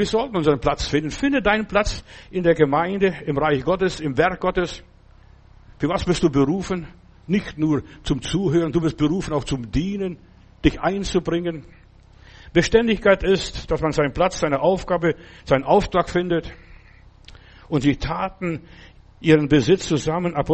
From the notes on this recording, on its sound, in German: im Gemeinde-Zentrum in Berlin aufgenommen